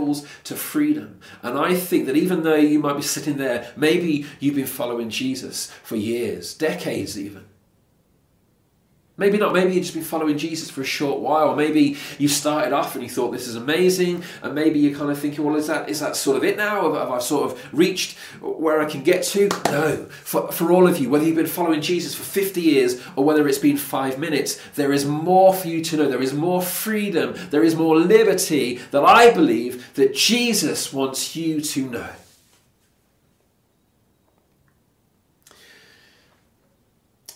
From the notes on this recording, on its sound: Recorded at freedomcentre church, Preston.